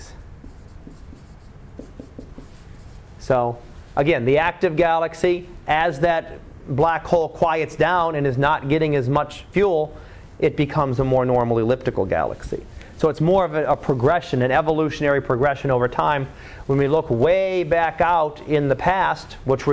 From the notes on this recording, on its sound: Live Class Lecture.